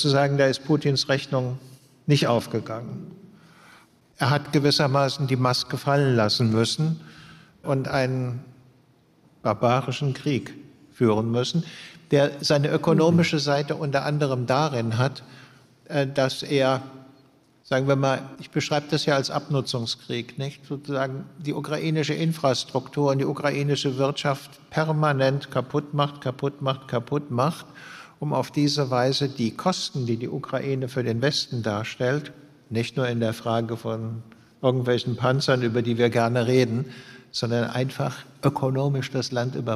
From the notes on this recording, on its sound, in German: diesmal live und auf der Bühne im Rahmen des politischen Literaturfestivals der ZEIT "Frohes Festival" im Heimathafen Neukölln in Berlin